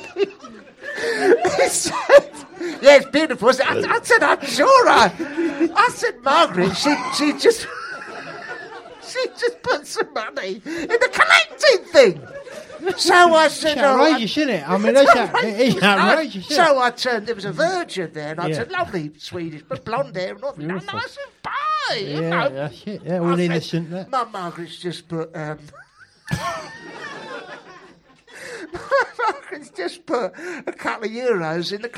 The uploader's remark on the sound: Live potcast, recorded LIVE in London's 'glittering' West End, in front of Princess Margaret and an audience of newlweds, Welsh people and birthday celebrants.